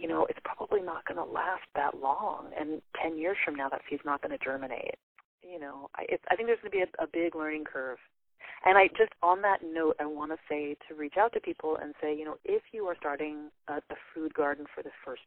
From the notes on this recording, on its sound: over the phone